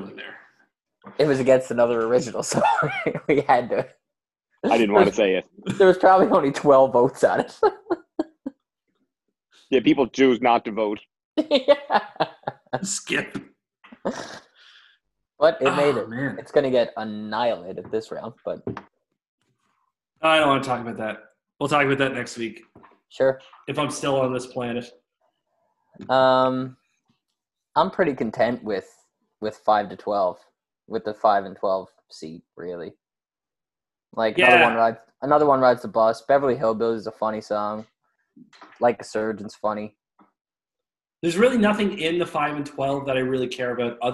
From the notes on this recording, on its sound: jump on an impromptu zoom call